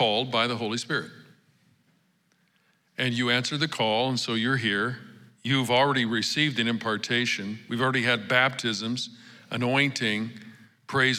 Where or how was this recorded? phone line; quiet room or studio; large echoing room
large echoing room